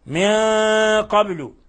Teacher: وكانوا من قبل، في عندنا نون ساكنة جاء بعدها حرف القاف، الحكم التجويدي إخفاء حقيقي، ولاحظوا الغنة كيف مفخمة، لأن القاف من حروف خص ضغط انقض، من حروف التفخيم. من قبل، وقلقلنا الباء لأنها ساكنة ولأنها من الحروف المقلقلة.